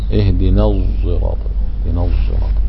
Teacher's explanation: يرويانه بصاد يشمها إلى الزاي يعني بين الصاد أوزرات ما يقول الزرات ما يجعلها خالصة واضحة اهدنا الزراط اهدنا الزراط.